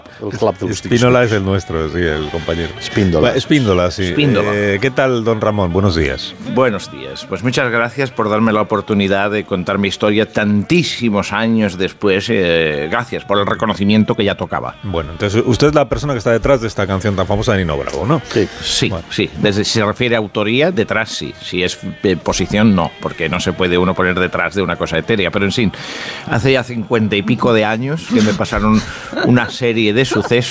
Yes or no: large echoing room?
no